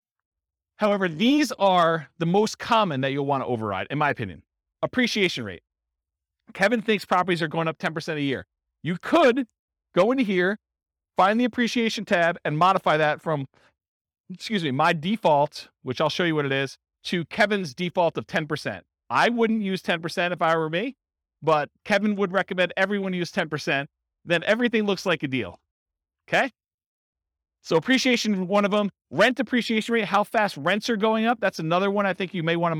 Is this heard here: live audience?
yes